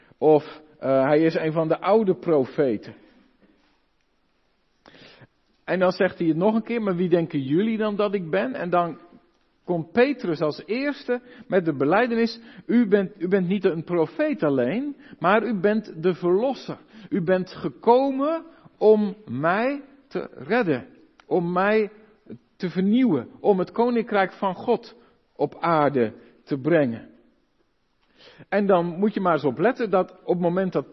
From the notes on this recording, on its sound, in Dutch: De preek is op 12 februari 2023 opgenomen in de Maranathakerk te Groningen